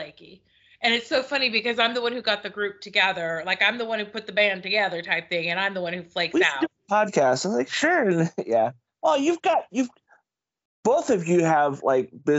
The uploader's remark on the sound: Skype call turned into podcast episode.